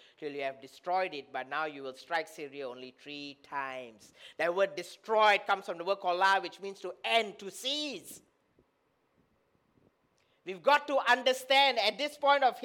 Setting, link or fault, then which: setting, large echoing room